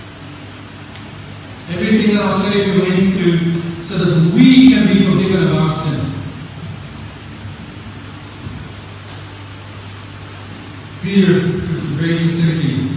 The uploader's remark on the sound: Apologies for the poor recording.